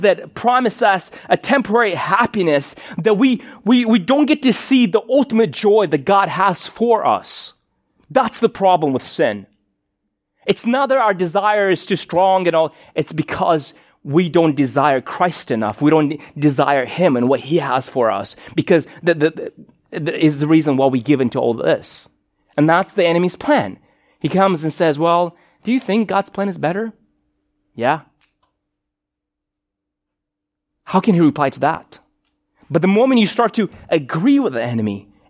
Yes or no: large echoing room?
yes